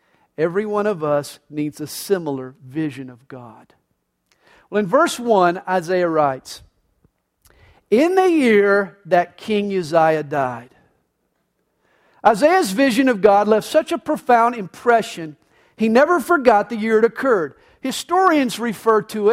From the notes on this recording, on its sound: This message was recorded live during the Sunday Morning service at CalvaryCSM located in Lilburn, Georgia.